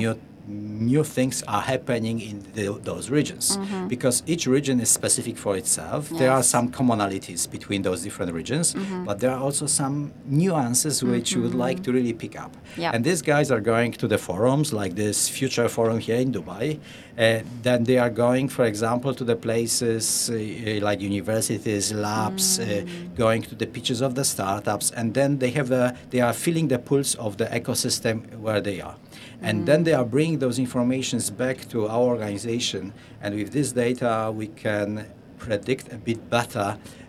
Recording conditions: busy venue